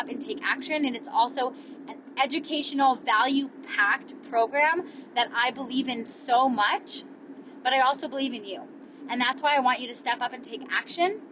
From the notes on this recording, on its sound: Recorded this episode LIVE while driving home from the Pays To Be Brave Conference. In San Diego.